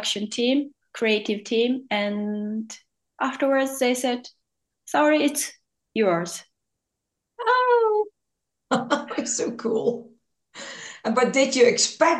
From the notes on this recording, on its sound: Today a podcast via a ZOOM Call